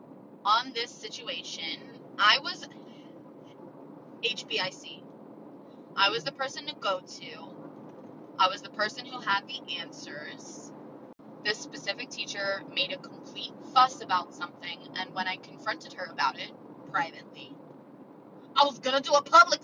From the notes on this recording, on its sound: A static rant while sitting in my car (apologies for some of that audio). A mic is on the way y'alll.